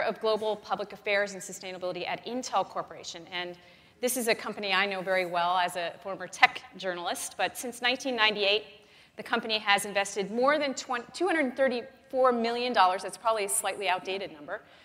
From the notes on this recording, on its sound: The best of live interviews from GreenBiz events.